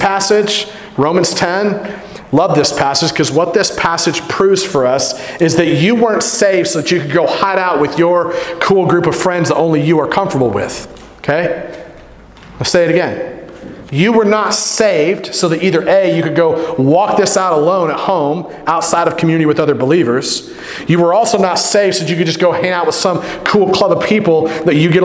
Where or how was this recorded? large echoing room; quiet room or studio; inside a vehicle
large echoing room